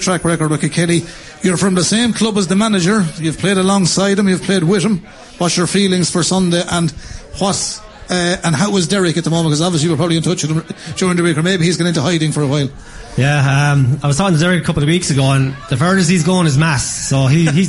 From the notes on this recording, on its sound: As broadcast live from Matt The Millers.